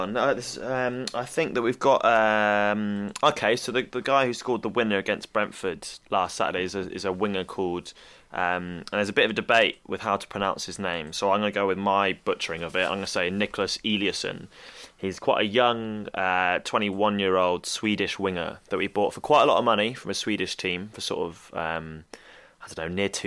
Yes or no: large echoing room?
no